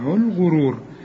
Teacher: الغرور مدام الغين مضمومة تبقى برضو مفخمة